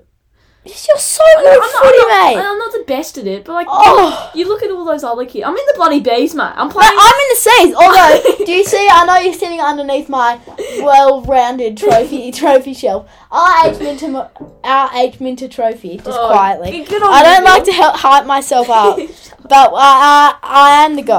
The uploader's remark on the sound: Sorry for some slight audio issues, we'll fix it next time.